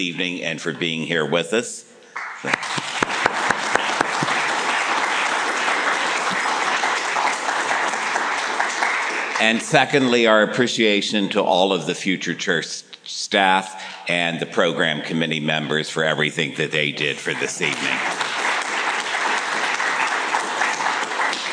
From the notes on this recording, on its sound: This lecture was recorded on May 17, 2007 at a FutureChurch program in Cleveland, Ohio.